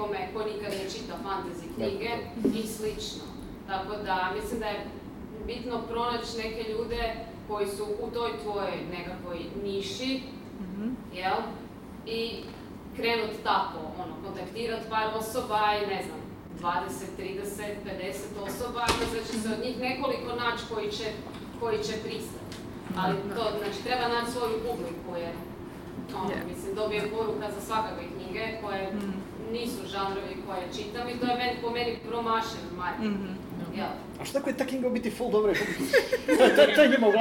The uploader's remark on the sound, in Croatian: Liburnicon Live. Bili smo na Liburniconu, festivalu ljubitelja znanstvene fantastike i fantastike.